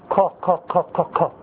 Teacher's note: يتقدمون بمخرج القاف إلى مخرج الكاف، فيقل تقل كتلة المخرج، تقل كتلة اللحن أو قوة الاعتماد.